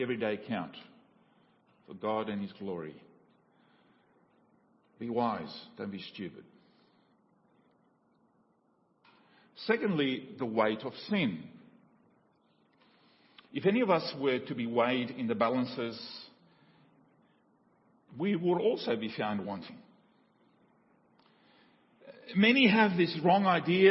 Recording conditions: large echoing room